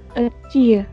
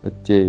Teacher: в южных говорах часто вот это слово «оттеи», оно звучит как э, «оттия». · Shown in: first take